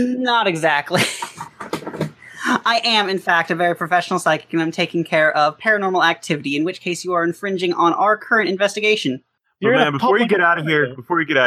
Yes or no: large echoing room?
no